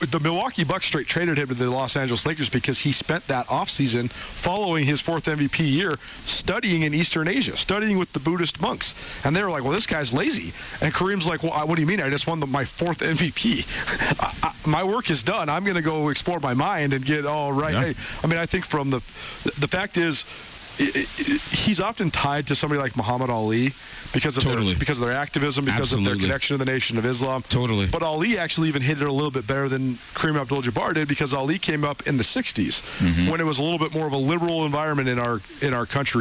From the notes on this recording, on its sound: live from Bretz RV and Marine